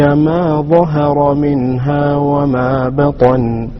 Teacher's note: ومن حيث النطق ظهر مرقق بين مفخمين وبطن مفخم بين مرققين